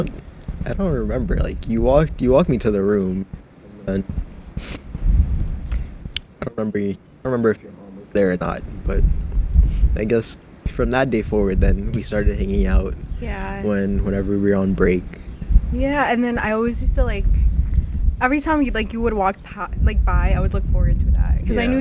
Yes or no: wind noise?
yes